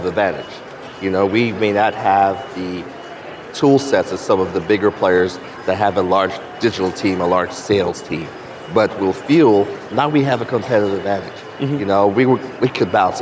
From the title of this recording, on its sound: 2019 #NABShow Live